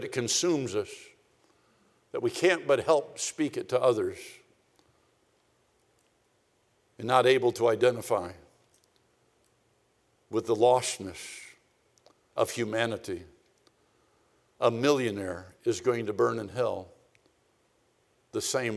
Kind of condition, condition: setting, large echoing room